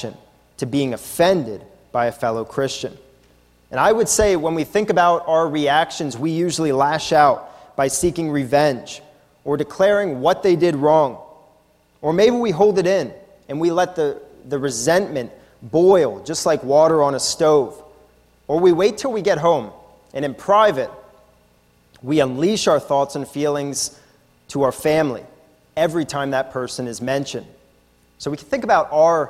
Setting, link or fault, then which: setting, large echoing room